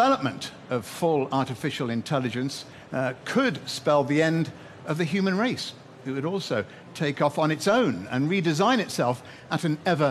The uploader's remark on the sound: In a special episode of the Agenda Podcast recorded live at the The AI Summit in London we asked a panel of experts.